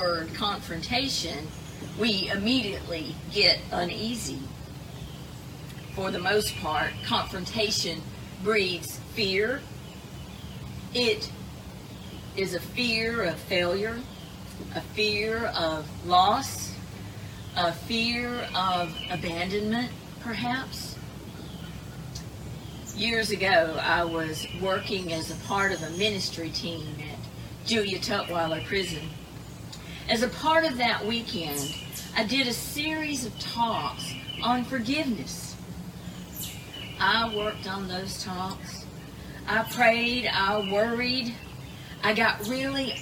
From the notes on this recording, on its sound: Edited version of live worship service